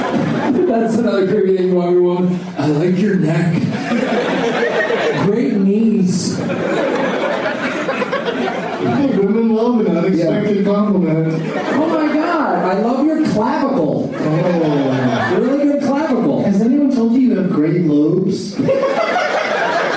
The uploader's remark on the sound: audience members at the Improv in Irvine, CA